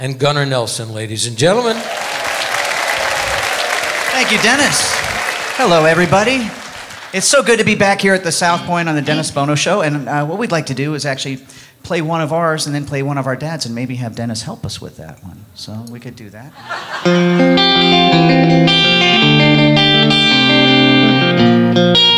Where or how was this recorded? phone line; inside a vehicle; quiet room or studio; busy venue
busy venue